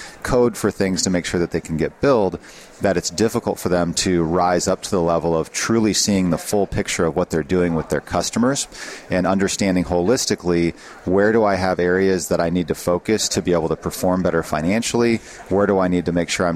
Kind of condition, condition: setting, busy venue